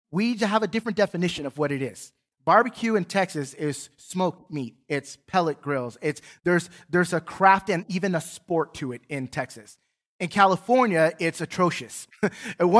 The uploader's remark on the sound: Recorded from South Gate Fellowship in Duncanville, TX on Sunday, December 19, 2021